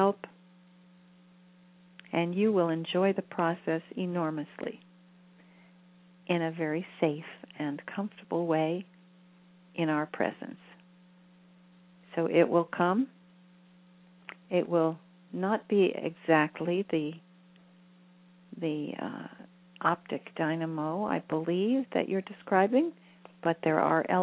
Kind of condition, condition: link, phone line